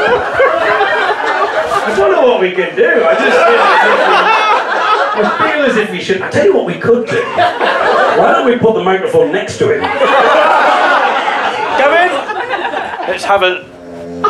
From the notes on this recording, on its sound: A Clip From My Stand Up Gig Where An Audience Member Very Audibly Fell Asleep